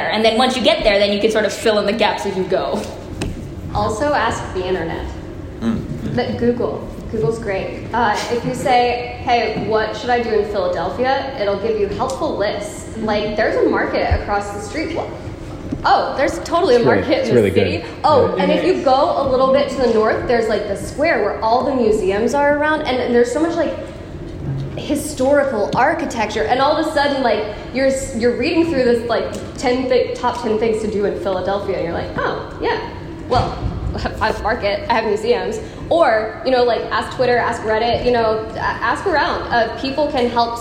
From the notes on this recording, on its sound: The lost recording of the Worldbuilding for the Lazy Dungeon Master panel at Pax Unplugged, December 2019.